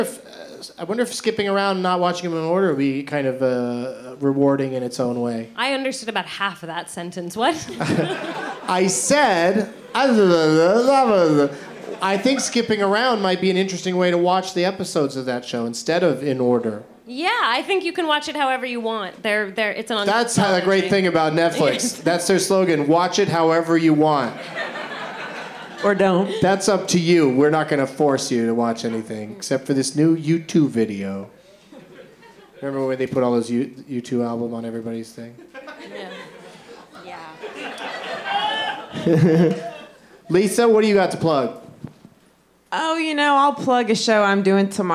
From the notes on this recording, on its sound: Live from Fantastic Fest in Austin